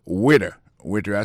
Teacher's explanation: accent tombé sous premier syllabe là